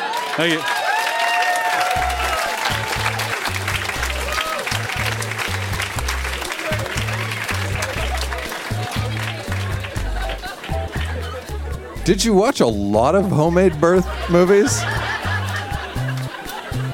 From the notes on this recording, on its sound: Recorded live at Yuk Yuk's in Ottawa.